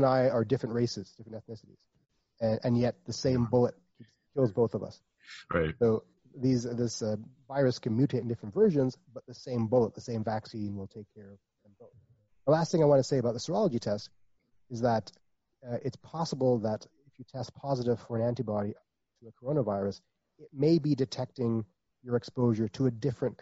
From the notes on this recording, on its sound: The audio was rendered from that Zoom video call so it is, shall we say, less than ideal.